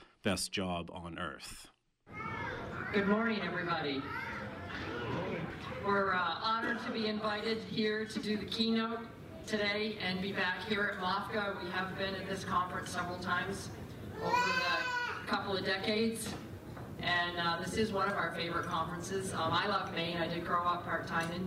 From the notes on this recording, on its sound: Keynote Address – MOFGA Farmer to Farmer Conference 2018. Keynote address recorded on November 5, 2018, Point Lookout, Northport, ME.